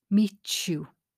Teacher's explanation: when the T hits the U sound, it often becomes ch